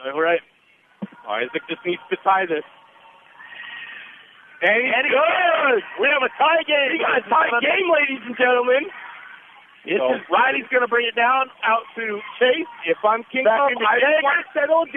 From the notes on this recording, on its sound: Today’s game brought to you live from Sand Point